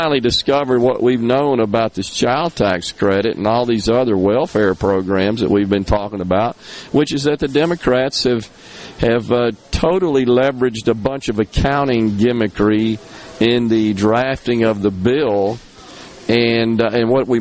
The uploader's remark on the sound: MidDays is coming to you LIVE from Corner Market on Hardy St. In Hattiesburg.